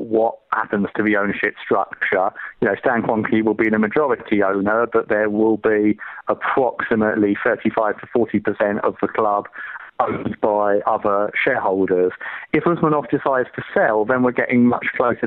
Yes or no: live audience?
no